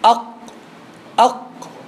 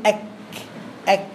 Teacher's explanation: الكاف هنا اقصى لسان بس لبره شويه · Shown in: second take